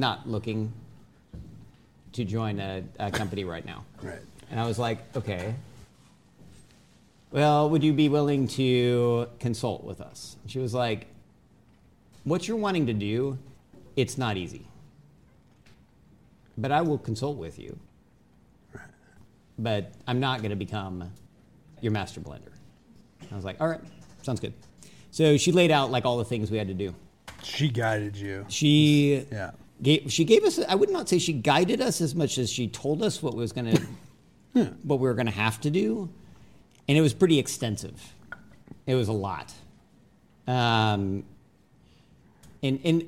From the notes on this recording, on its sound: Recorded for a live audience at Capital Factory.